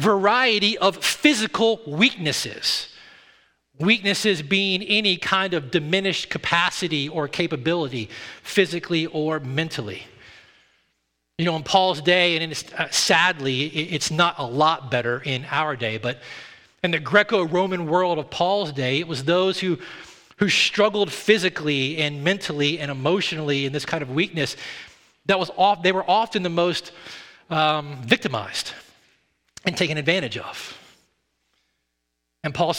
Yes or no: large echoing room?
yes